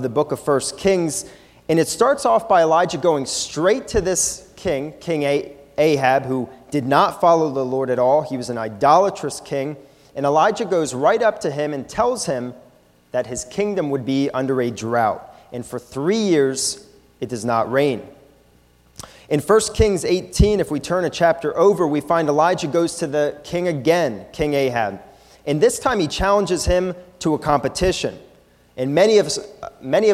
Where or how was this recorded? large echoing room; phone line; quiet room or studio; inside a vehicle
large echoing room